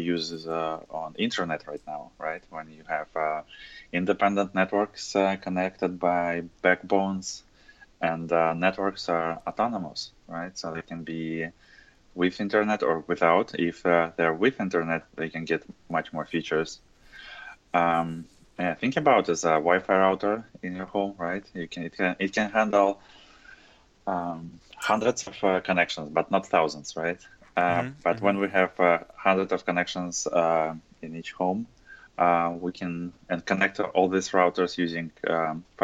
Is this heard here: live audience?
no